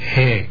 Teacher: the h, whether with or without a dot under it, is always aspirated. That means a full, clean sound of breath, he, is heard.